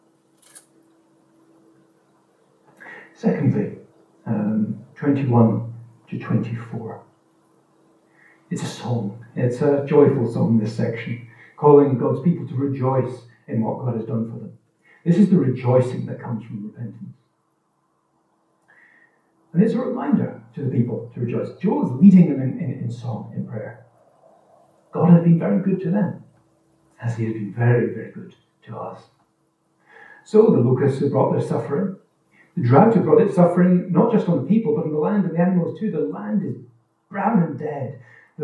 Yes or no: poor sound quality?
yes